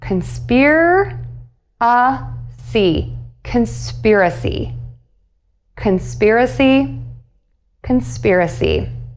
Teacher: Conspira, and then end with the word see, like I see you, and do this with a very long E sound at the end, and that E sound is the happy vowel because it's always made with smiling lips